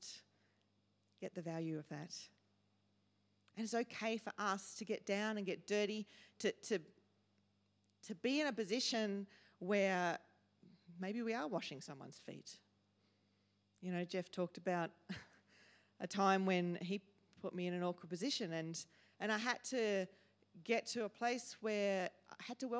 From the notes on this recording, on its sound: first preached in C3 Bathurst on 22 October 2023